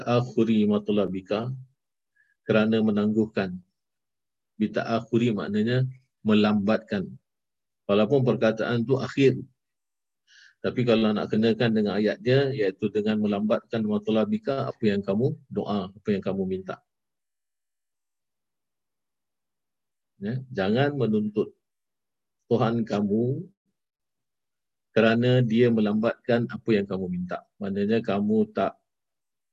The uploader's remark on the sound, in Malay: Rakaman zoom pada setiap Jumaat 8 mlm (waktu Singapura)